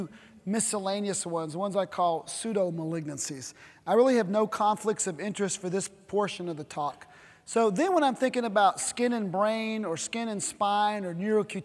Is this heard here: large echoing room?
yes